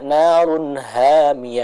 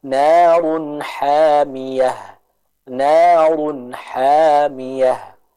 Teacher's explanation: membaca sempurna dengan huruf ha yang keluar dari tenggorokan bagian tengah · Shown in: second take